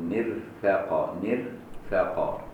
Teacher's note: وطبعا ورش هيرقق الراء